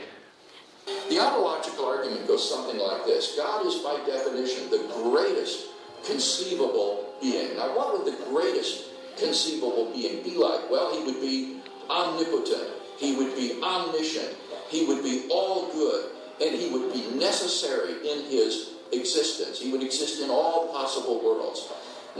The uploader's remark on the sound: Talk from the 'Reasonable Faith?' meeting at Highfield Church, Southampton, 7th Feb 2016.